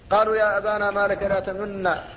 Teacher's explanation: لكن أسكنت النون، فالنون ساكنة ولكن أشمت بشيء من صوت الضمة · Term: الإشمام